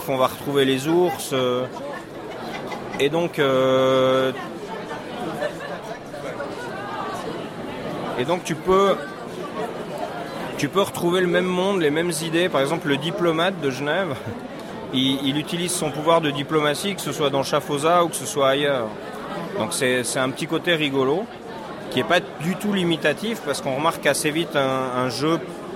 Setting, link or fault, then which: setting, busy venue